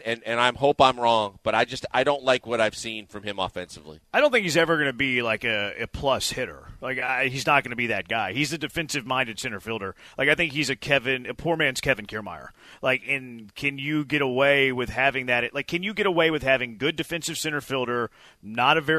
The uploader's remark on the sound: LIVE from X-Golf in Katy!